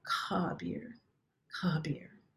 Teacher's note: this isn't a hard K. It's spelled with a K-H, so there's some aspiration after that. It's like, you have that H sound right after the K. · It's spelled with a K-H, so there's some aspiration after that. It's like, you have that H sound right after the K. So it's very soft at the back of the throat.